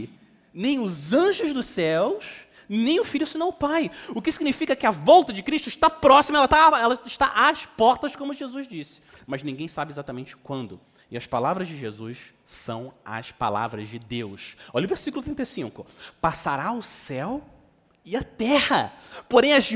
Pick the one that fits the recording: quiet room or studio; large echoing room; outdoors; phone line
large echoing room